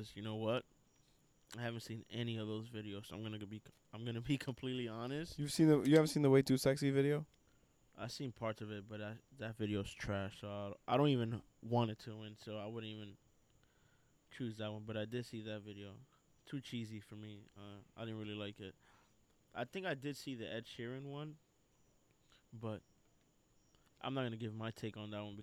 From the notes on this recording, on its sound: Recorded live outside